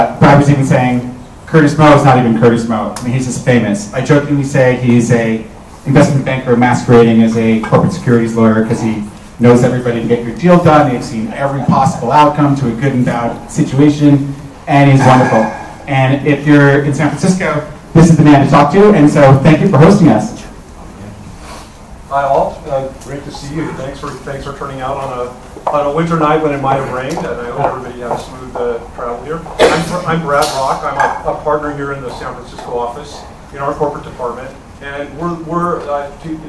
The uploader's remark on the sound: Part I of the VC Panel at the 7BC Venture Capital San Francisco event Nov 14, 2023